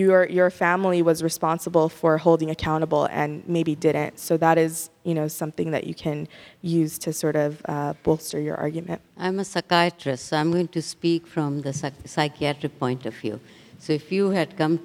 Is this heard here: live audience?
yes